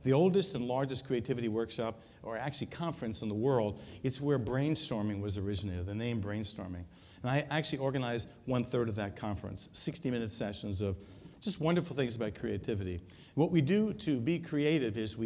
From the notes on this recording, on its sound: Recorded at the 2013 Summer SDPA Conference in St.